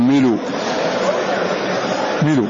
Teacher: فننقل حركة الهمزة إلى اللام ونحذف الهمزة